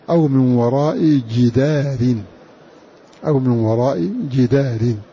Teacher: وتكون قراءة ابن كثير وأبي عمرو أو من وراء جدار أو من وراء جدار بكسر الجيم وفتح الدال ومدها وإثبات ألف بعدها